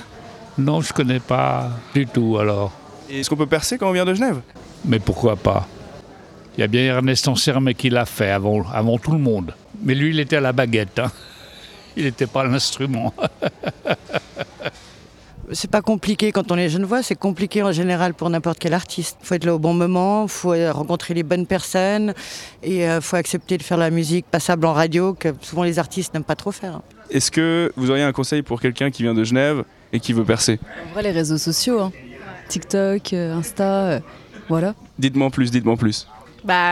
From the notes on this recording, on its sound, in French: À Genève on écoute de tout. Un micro-trottoir enregistré devant le TFM. Interrogeant les passants sur leurs goûts musicaux.